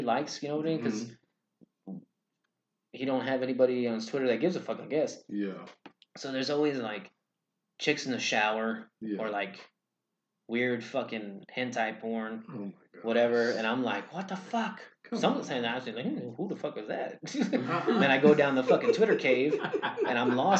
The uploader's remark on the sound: The computer glitch episode. This week our audio was screwed up.